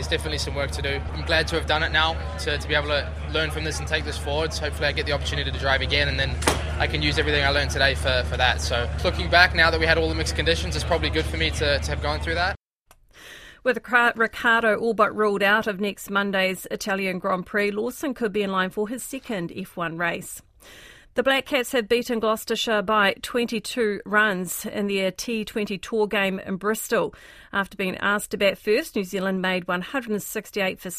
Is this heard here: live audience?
no